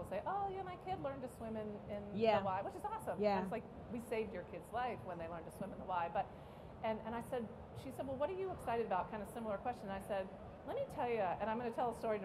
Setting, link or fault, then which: setting, live audience